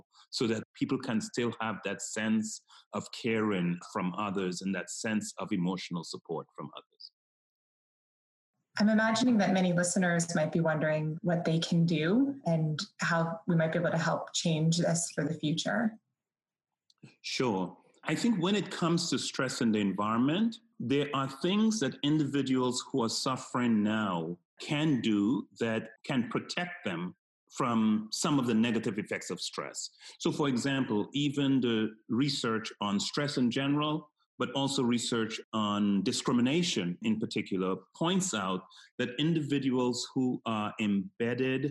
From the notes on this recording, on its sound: we’re recording this podcast today on a video call, so the sound quality may be different from what you’re used to hearing